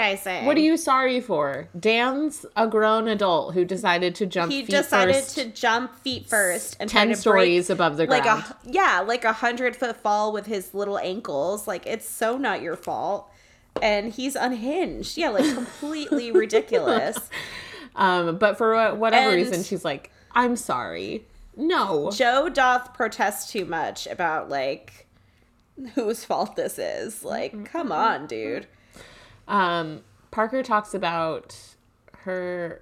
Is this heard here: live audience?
no